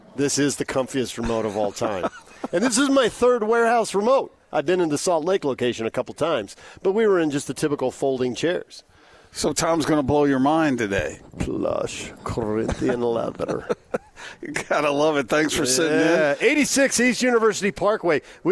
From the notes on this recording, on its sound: LIVE at The Warehouse.